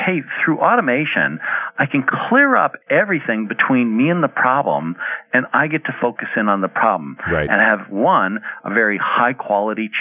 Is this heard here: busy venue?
no